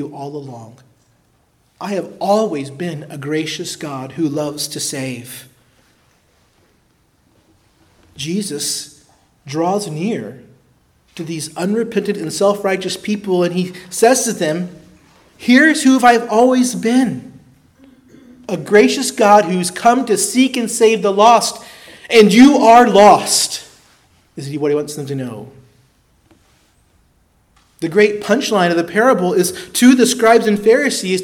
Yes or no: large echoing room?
yes